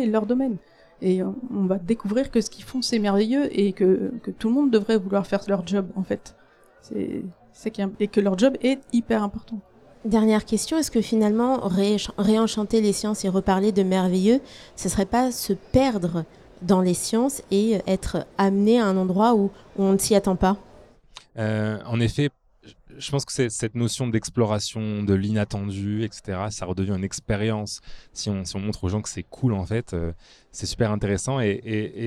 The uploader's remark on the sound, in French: Une émission enregistrée en direct des Utopiales